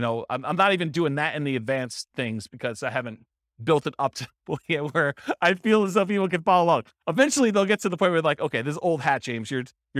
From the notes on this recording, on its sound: This was a live class recorded